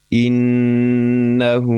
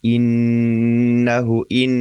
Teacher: Nun tasdid kita hadapi atau kita baca dengan menahan lebih lama untuk bacaan nun tasdid ini. · Term: gunnah